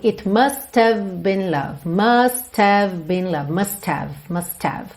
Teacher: Você não tem que se preocupar em dizer …, …. Esse H do have, ele não é um som forte, ok? Não é uma consoante forte. E dependendo da situação, da sequência de palavras que a gente tem, ele acaba sumindo.